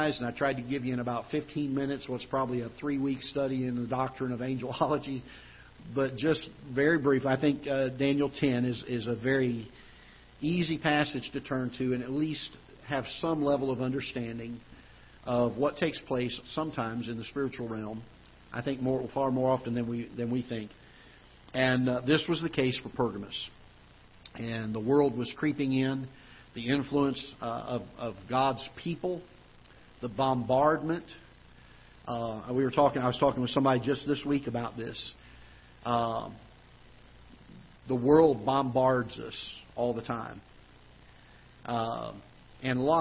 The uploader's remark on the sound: Ketha Heights Baptist Church ~ Live Broadcast